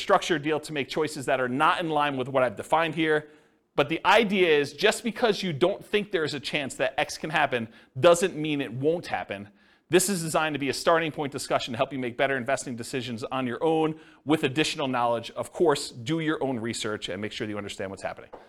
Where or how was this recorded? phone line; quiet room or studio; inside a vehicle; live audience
live audience